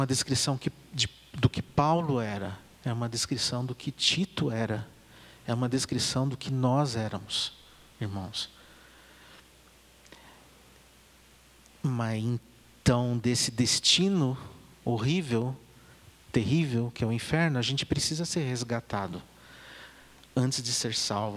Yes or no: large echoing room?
yes